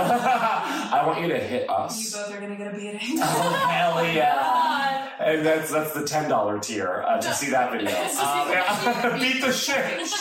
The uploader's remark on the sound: Recorded on an iPhone. This week we accidentally only recorded the audio on an iphone.